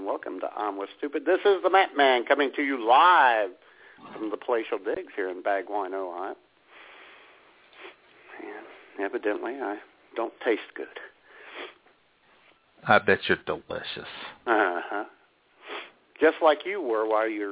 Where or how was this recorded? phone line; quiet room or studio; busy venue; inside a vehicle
phone line